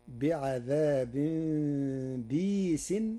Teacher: بكسر الباء بعدها ياء ساكنة مدية بغير همز، فتصير بعذاب بيس، وهي إحدى لغات العرب.